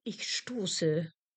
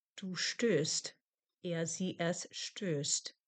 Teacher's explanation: O to O umlaut, a rounder O sound